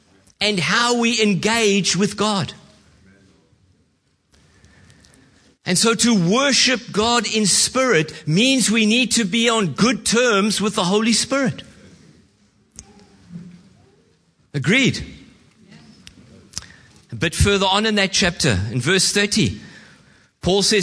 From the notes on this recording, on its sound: Preached at Horsham Downs on 11/06/2023